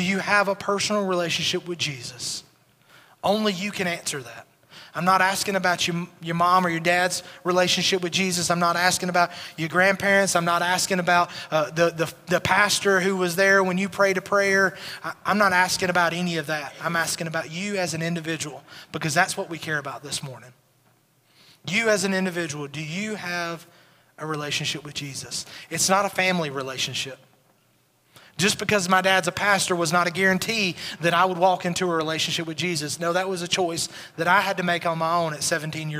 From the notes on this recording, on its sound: Recorded at Highland Baptist Church